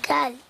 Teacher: ألف وصل لا تنطق لام سكون قمرية حكمها الإظهار